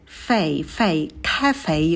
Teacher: На к мы добавляем придыхание, потом звук лягушка э. Ка, и в конце у нас дифтонг эй